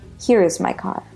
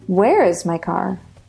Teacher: Do you hear how it goes up a little bit at the end? · Shown in: second take